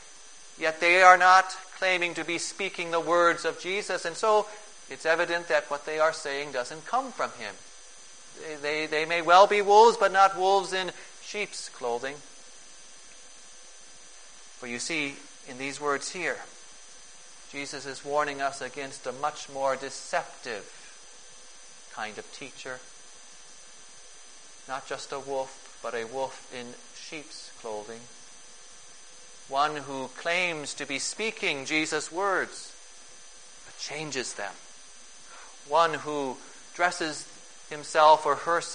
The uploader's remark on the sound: Preached on June 26, 2011, for the Second Sunday after Pentecost, at St.